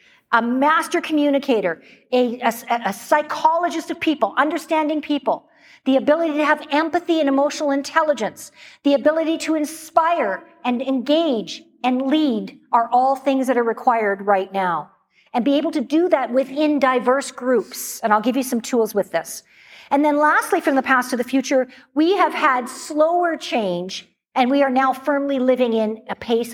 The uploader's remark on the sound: Live Excerpt. This episode is from a video clip of a recent keynote.